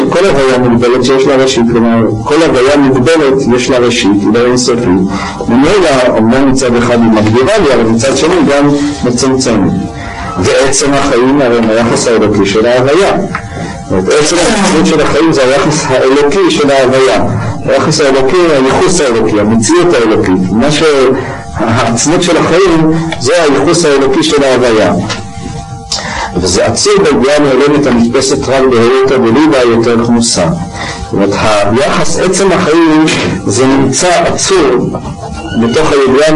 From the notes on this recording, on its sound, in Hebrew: הקלטה משובשת.